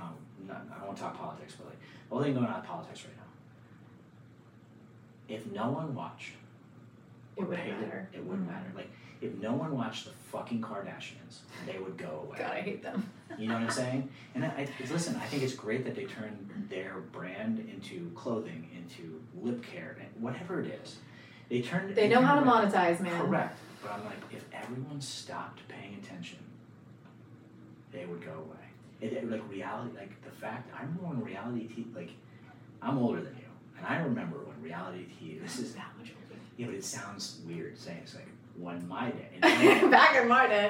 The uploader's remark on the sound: We had some technical difficulties during the recording, so if the audio is a little low, I apologize. We tried our best to fix it and raise the volume for publication.